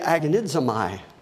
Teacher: But the Z in Greek has a DZ sound